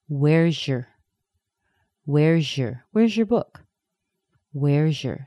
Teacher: And where's your, we connect the Z on the end of the where's, it sounds like a Z, with the Y, and we get where's your, where's your, where's your book, where's your.